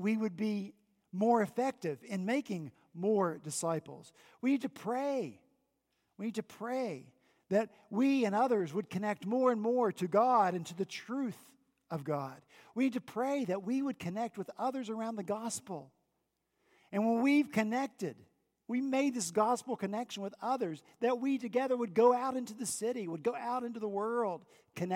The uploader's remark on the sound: This past Sunday, January 20 at Redeemer Presbyterian Church in Charleston, SC. At Redeemer Presbyterian Church in Charleston, SC, our senior pastor continued in Matthew 6.